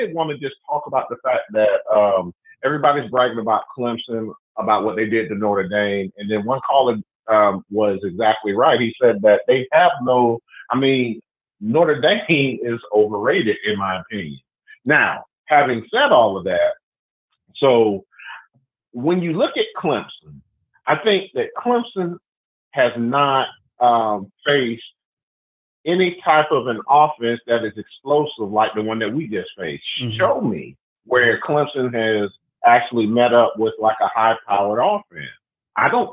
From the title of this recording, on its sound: Post Game Call-In Show